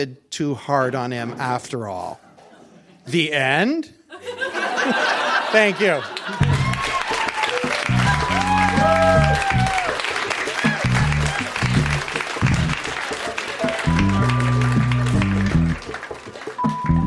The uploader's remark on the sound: Recorded live at TWH Social in Kitchener.